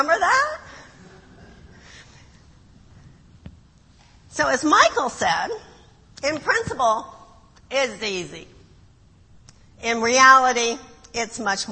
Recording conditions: large echoing room